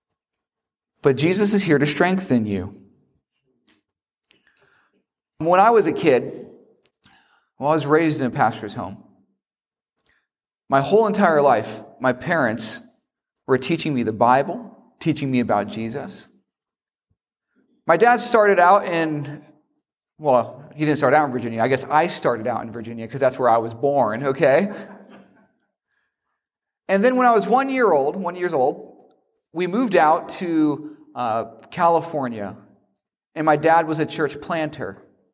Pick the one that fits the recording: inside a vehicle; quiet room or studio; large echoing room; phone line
large echoing room